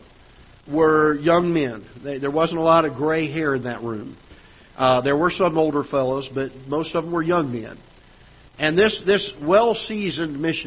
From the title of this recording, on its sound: Ketha Heights Baptist Church ~ Live Broadcast